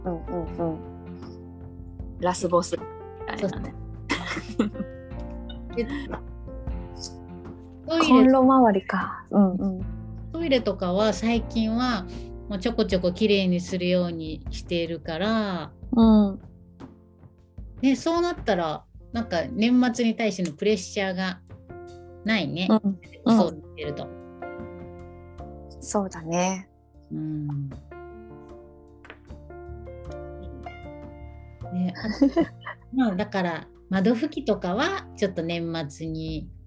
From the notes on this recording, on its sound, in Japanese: 3人でリモート収録でお届けします。